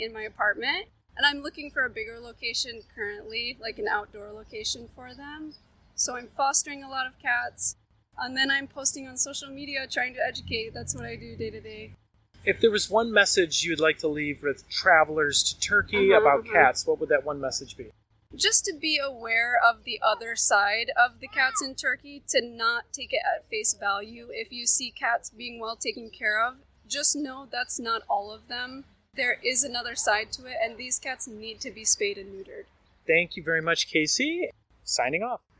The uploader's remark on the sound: Background sounds recorded live in destination